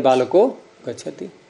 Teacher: अब इधर तो बोला हमने विसर्ग, महाप्राण एकदम निकला मुख से, उधर गच्छति में ग बोल रहे हैं अल्प प्राण का, एकदम ट्रैक चेंज करना पड़ेगा नहीं, तो वहां क्या व्यवस्था कर दी कि विसर्ग नहीं बोलना है आपको, उसको भी स्वर बना दिया बालको गच्छति। अब सरलता हो गई, इधर भी अल्प प्राण उधर भी अल्प प्राण।